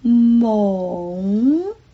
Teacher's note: 粤语的韵母是 ong